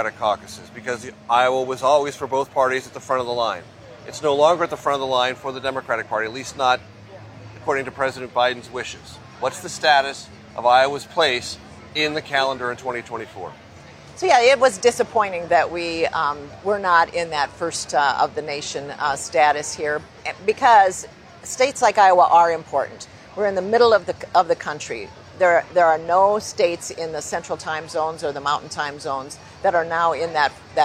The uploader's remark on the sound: Live from the Iowa State Fair